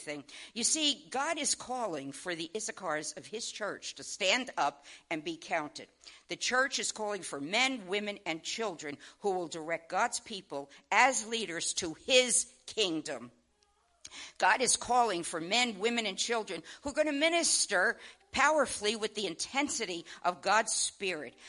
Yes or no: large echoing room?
yes